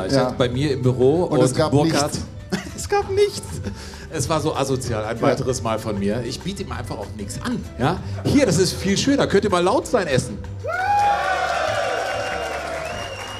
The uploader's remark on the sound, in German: Liveshow Zeche Carl/Essen. An einem unvergesslichen Sommerabend. Das Publikum wurde mit einer Saalwette herausgefordert, obwohl es eine Open-Air-Veranstaltung war.